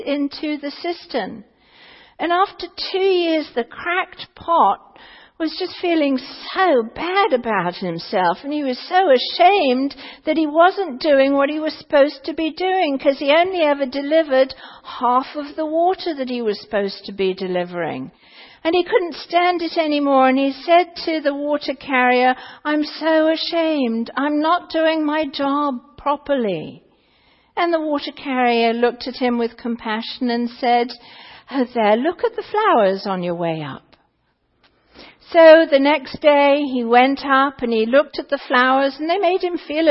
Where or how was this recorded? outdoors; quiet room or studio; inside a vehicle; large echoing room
large echoing room